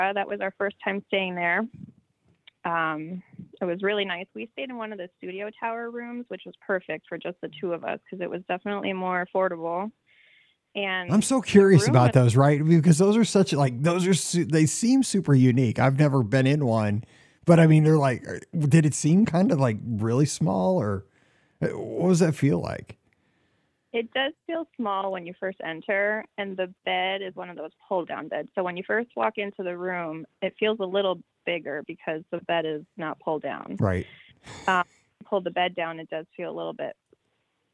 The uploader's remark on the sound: This is the Live Call-in Show from this past Sunday night, April 23, 2023!